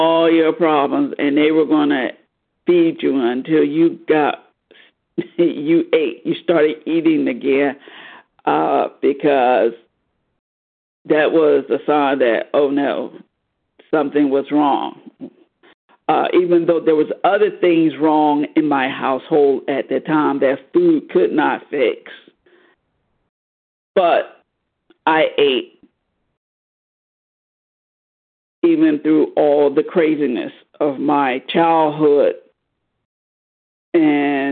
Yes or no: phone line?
yes